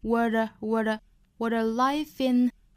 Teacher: 舌尖是在硬腭的部分一弹而过 · Term: 弹舌 T